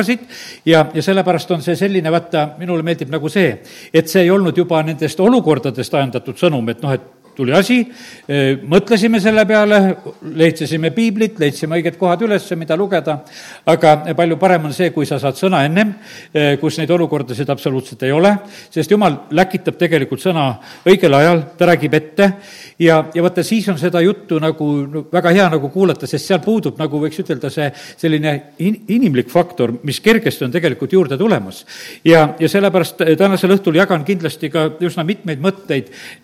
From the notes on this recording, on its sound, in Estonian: Audio salvestus koosolekult.